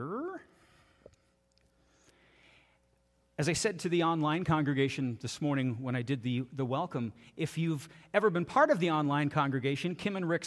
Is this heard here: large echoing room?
yes